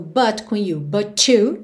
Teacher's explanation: aqui de novo, but com you, but you, com ch